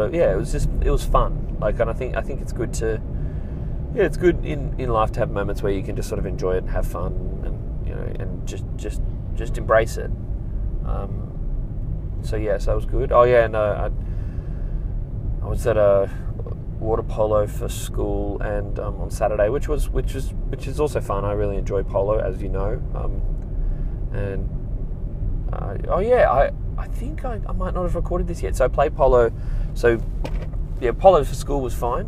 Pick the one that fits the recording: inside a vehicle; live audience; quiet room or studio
inside a vehicle